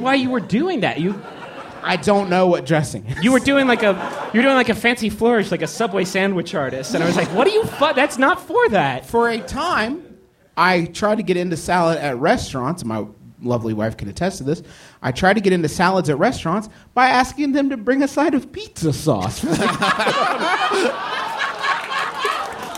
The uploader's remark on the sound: Live, from MaxFunCon